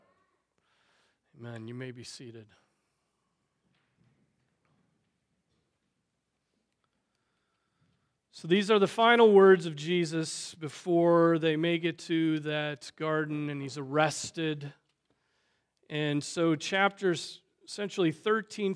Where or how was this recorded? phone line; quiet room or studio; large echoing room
large echoing room